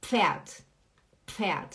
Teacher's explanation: A gente não fala Pferd, não é D é como se fosse um T, faz som de T, fica pferd, pferd, ó, p, p, p.